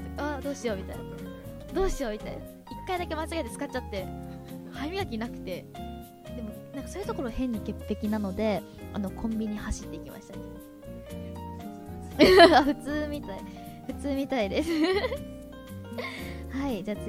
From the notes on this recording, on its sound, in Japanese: リニューアルを記念した公開収録分を配信開始！